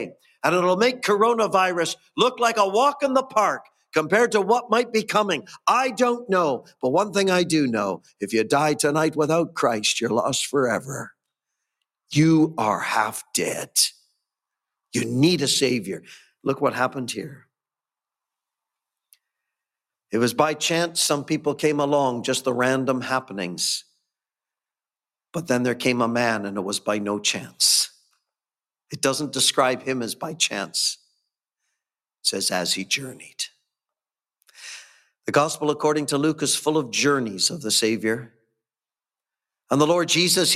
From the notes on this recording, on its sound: Gospel Audio Recording from Ballyclare Gospel Hall